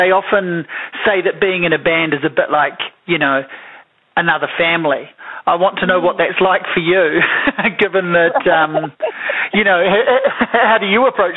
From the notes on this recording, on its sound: A phone conversation